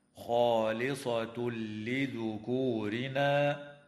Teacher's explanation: ويدغم التنوين في اللام من غير غنة في قوله تعالى: خالصة لذكورنا